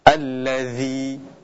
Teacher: ada huruf dzal yang mana sifatnya adalah jahr, dan itu jelas